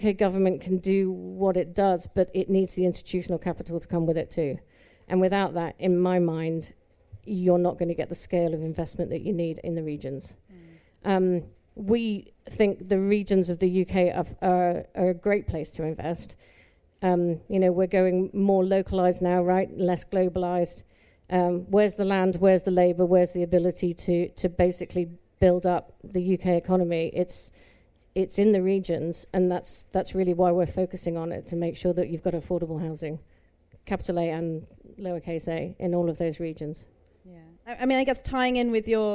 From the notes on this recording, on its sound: Recorded live at EG’s pavilion out at MIPIM this March.